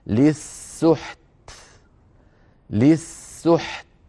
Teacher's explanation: فنحافظ على سكون الحاء ونأتي بالتاء ساكنة شديدة مهموسة، نأتي بصفة الشدة في أولها ونتبع ذلك بصفة الهمس. أو